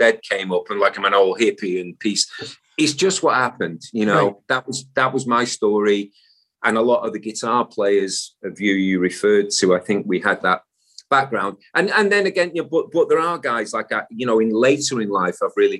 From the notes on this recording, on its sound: The Zoom Room.